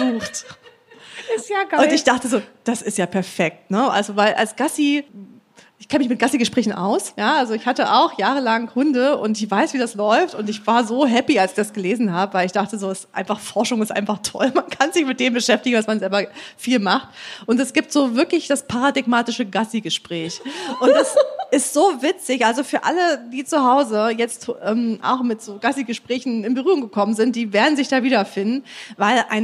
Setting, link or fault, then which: setting, live audience